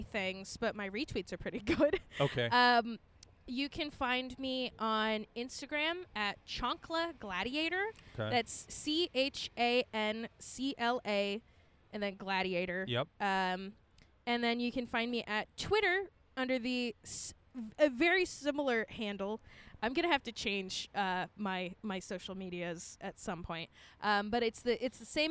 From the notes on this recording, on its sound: Set up a recorder at Whole Foods